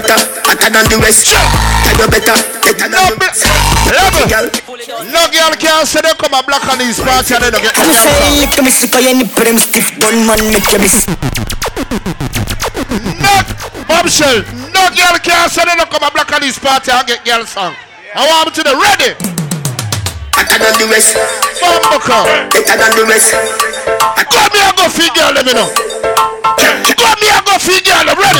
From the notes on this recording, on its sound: INFINITY UK LIVE BLACKANESS PARTY